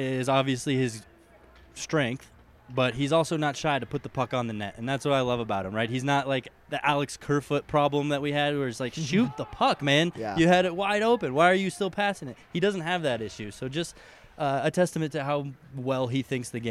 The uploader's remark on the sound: live-from-Ball-Arena edition of Hockey Mountain High